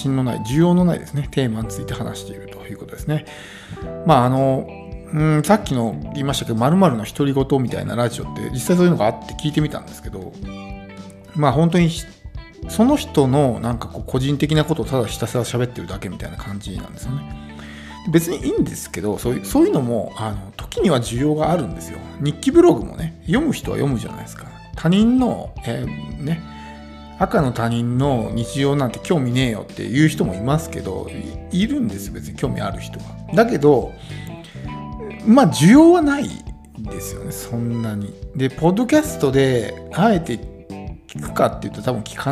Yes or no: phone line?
no